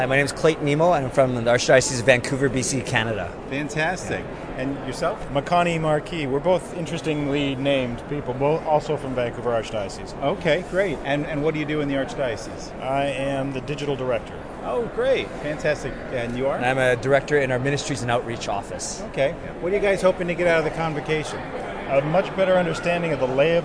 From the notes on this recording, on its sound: It was exciting to hear the hopes and expectations of those who traveled to this unprecedented event. Becomes the “man on the street” who approaches participants with a microphone in hand.